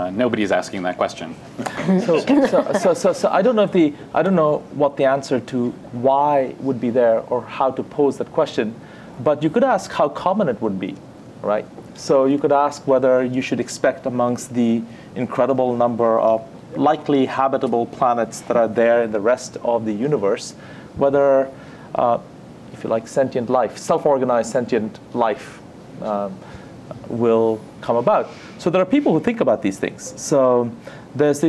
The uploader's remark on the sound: This podcast features audio from our first Physics of Everything event.